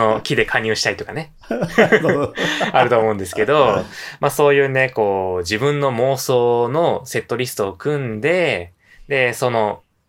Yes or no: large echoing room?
no